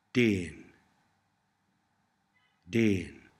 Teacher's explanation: Listen to the pronunciation and notice the long e sound. It is not the a sound you use in southern England, but more the long e sound that some people call continental vowels, or the long e sound you hear in northern England, in Welsh English or in Scottish English.